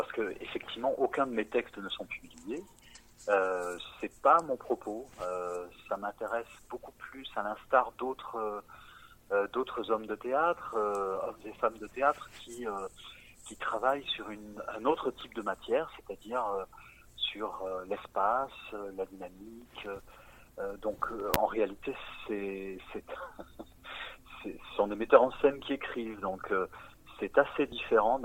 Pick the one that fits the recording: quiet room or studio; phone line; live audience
phone line